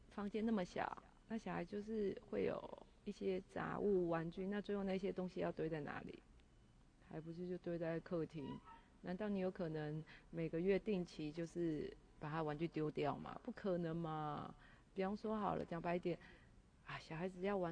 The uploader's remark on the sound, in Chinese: 第一次錄音錄音品質不是很好。我這次錄音前忘記先調整音量了。